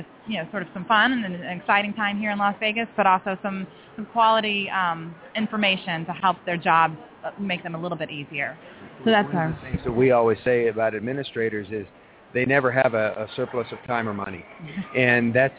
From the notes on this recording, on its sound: We will be broadcasting LIVE from the SDE Conference in Las Vegas.